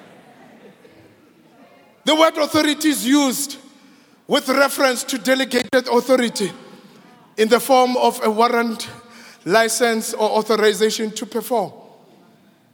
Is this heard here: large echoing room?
yes